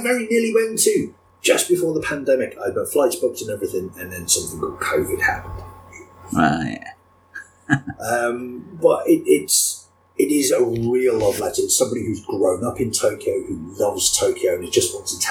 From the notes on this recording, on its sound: There are issues with the audio on this one. I’ve done everything I can to fix this (the show itself is a 2nd stab at recording), but there’s only so much an editor can do.